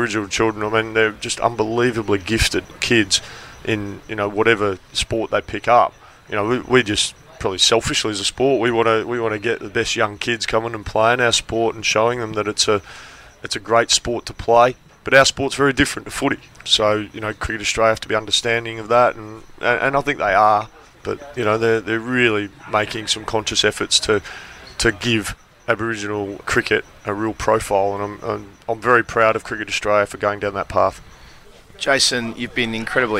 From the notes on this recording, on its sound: Recorded on the Adelaide Oval boundary edge at the day after the Ashes Test in 2017.